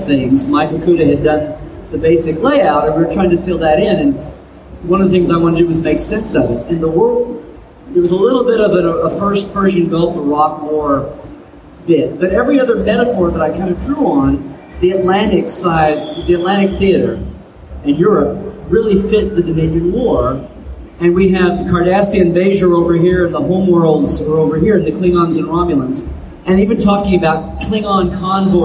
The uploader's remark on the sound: Live from Destination Star Trek. We present two panels recorded live at Destination Star Trek in Birmingham, UK.